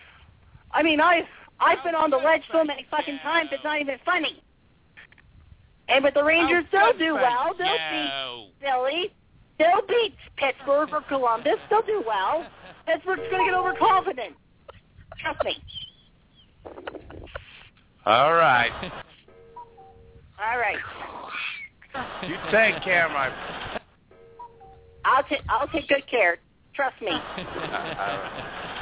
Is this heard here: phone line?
yes